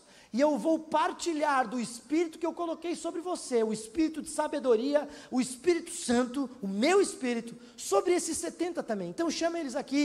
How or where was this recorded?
large echoing room